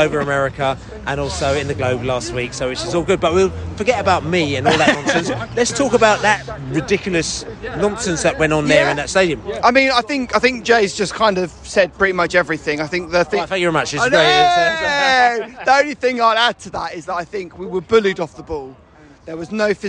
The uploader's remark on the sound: post-match podcast from the stands